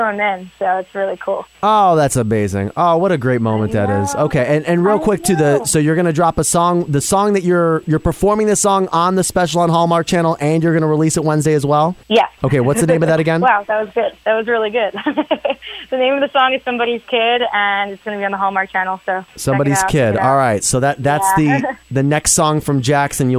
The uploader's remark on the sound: called in from our nation's capital